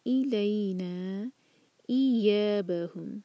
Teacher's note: ای کی آواز کسرہ کے ساتھ، ای یا دو حرکہ، مد طبعی